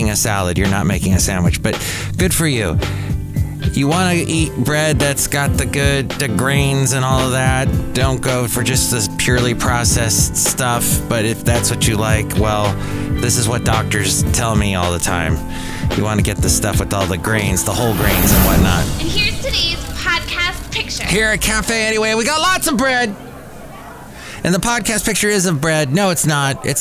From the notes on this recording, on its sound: podcasts live from Café Anyway